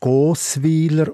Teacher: noch mit einem langen O im ersten Glied wie bei Gossau